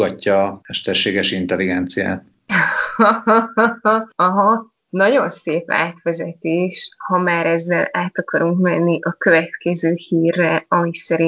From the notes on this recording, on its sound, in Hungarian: Kétharmados Skype-podcast. A házban (munkahelyen!). Feltételezhetően Izlandon.